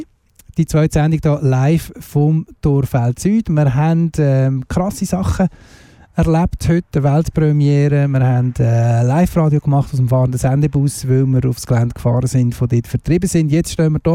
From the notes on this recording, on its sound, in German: Live auf dem Terrain Sud. Wir sprechen live vor der Torfeld Süd-Brache. Wir wollten die Stimmung live einfangen und haben unseren Sendebus auf der Brache parkiert.